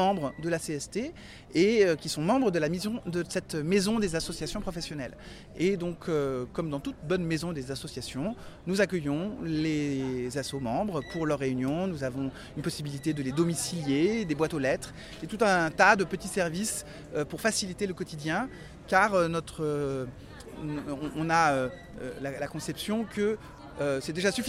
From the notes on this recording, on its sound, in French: Un podcast enregistré par l'ARA - Assistants réalisateurs & associés - lors du 75ème Festival de Cannes et en partenariat avec le CNC.